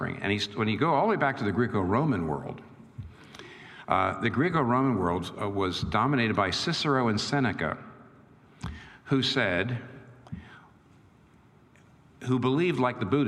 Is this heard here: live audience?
yes